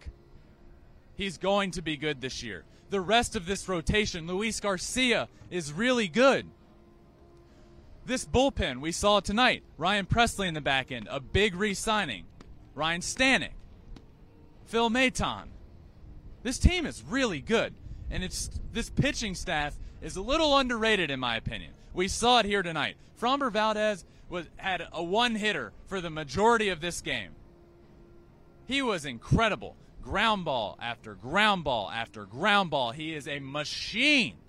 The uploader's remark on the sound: LIVE from Angels Stadium in Anaheim for MLB Opening Day!